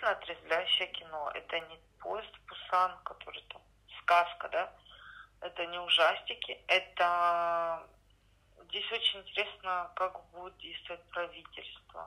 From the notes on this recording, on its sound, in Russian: Весь мир на удаленке, а мы не отстаем. Записываемся по телефону.